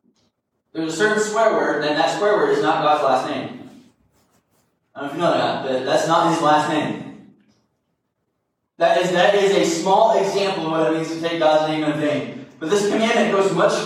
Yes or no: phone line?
no